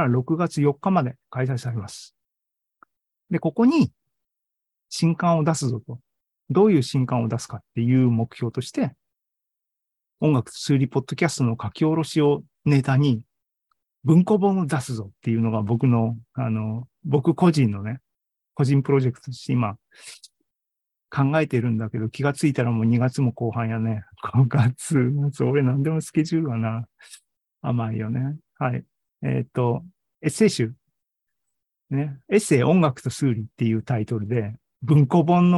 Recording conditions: video call